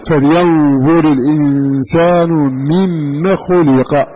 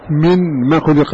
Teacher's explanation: أدغمت هذه النون في الميم · Shown in: first take · Term: الإدغام